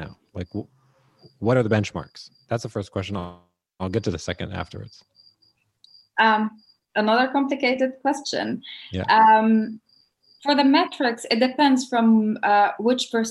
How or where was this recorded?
video call